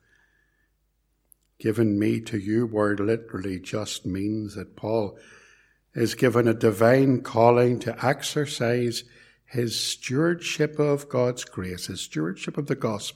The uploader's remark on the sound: This sermon was preached at Ballymacashon Congregational Church and at Templepatrick Reformed Church, and was recorded at Templepatrick.